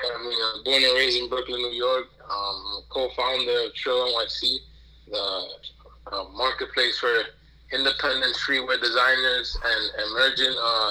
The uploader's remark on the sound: Phone calls